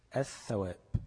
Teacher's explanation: قلبت اللام لثاء وادغمت الثاء في الثاء · Term: اللام الشمسية